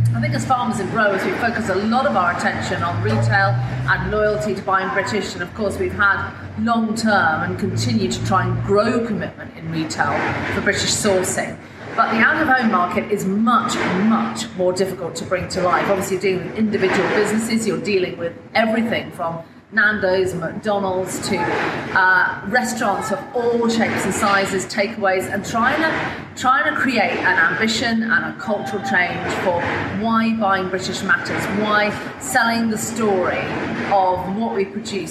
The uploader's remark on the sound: recorded the episode earlier this week from the 2023 World Farmers Organisation General Assembly, in South Africa